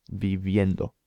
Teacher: It's kind of a very soft B sound